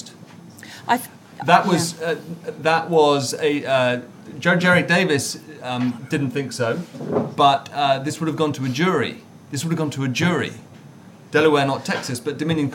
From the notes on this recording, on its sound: Special episode recorded in front of an audience in the Tortoise newsroom.